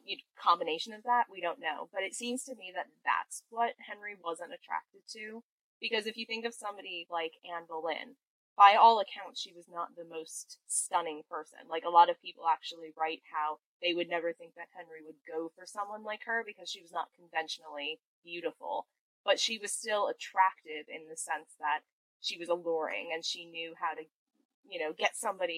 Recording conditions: poor sound quality